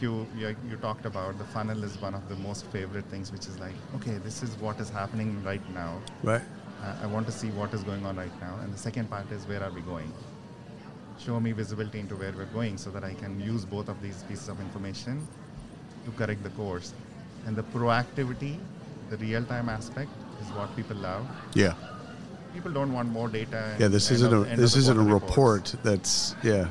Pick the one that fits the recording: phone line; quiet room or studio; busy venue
busy venue